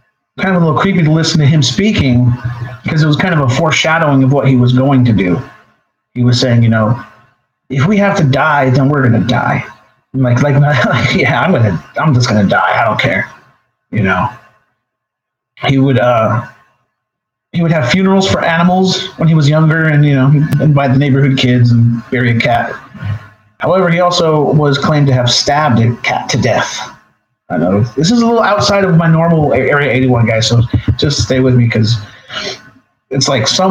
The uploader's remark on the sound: This is a trial of the new LIVE software capabilities of the show. Thanks for bearing with me and I promise i will get this audio thing down ASAP!!!